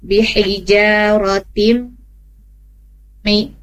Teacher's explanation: Juga tanwin ketemu mim, di situ ada bi hijaratim mi. Nah, tanwin ketemu mim juga itu masuk hidung kan? Tim mi. Nah, ini rasakan di sini hidungnya bergetar dulu, ada getaran di sini ya. · Term: gunnah